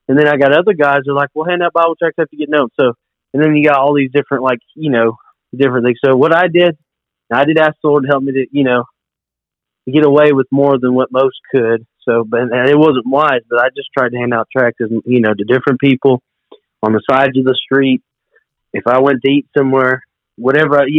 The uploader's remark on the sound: This week, we put together a phone interview.